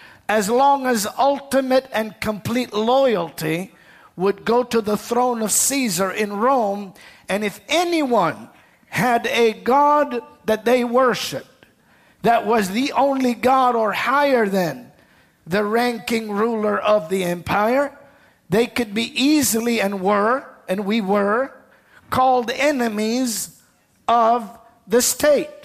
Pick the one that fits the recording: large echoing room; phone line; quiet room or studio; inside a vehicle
large echoing room